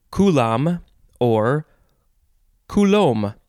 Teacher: Okay, so the first word in this episode is, you can pronounce it coulomb or coulomb. The first syllable is emphasized. The second syllable is either lom or loam.